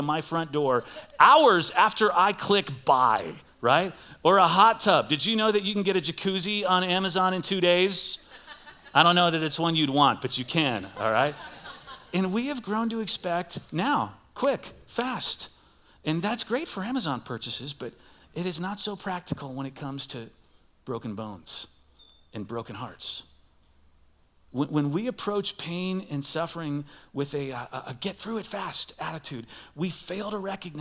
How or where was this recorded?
large echoing room